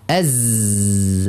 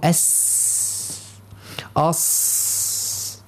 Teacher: نقول أص أز أس، والصاد والصاد والسين يعني تمتازان بصفة الرخاوة مع الهمس، فنلاحظ أن الصوت يجري مع النفس في سلاسة ويسر، والزاي يمتاز بصفة الجهر مع الرخاوة، يعني الصوت في حرف الزاي يخرج قويا فيه ذبذبة واهتزاز ولا يخرج معه نفس · Shown in: first take